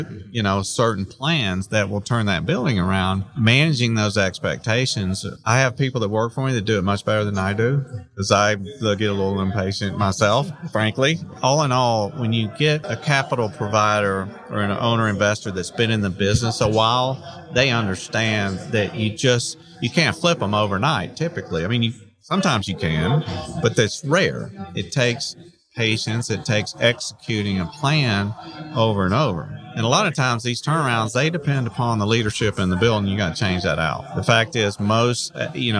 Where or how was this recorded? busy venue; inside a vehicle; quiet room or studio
busy venue